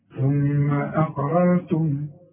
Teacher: لا، يبقى أقل الهمزة وفخم للقاف وفخم للراء الأولى والثانية كمان